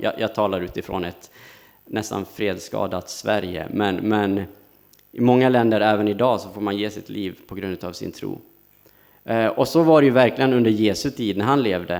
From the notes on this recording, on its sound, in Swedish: Inspelad under gudstjänst på Snäckan, Klintehamn.